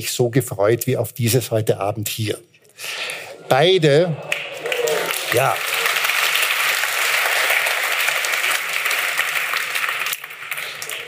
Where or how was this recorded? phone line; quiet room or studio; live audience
live audience